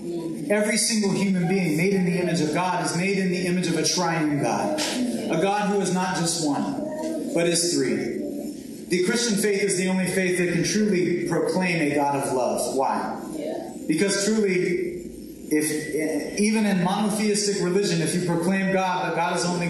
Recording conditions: poor sound quality